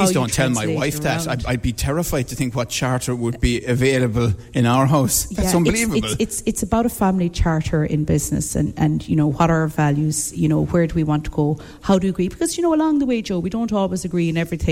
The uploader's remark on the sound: Broadcasting live from Fitzgeralds Woodlands House Hotel & Spa in Adare